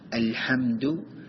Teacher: ഒന്നാമതായി, ഹ ഉച്ചരിക്കുമ്പോൾ മുമ്പ് പറഞ്ഞതുപോലെ ഹ ഇന്റെ മഹ്റജ് ഉത്ഭവസ്ഥാനം ശ്രദ്ധിക്കേണ്ടതാണ്. തൊണ്ടയുടെ മധ്യഭാഗത്ത് നിന്നാണ് ഹാ പുറപ്പെടുന്നത്. അതുകൊണ്ട് തന്നെ ഹാഇന്റെ ശബ്ദമാക്കി ഓതാൻ പാടില്ല.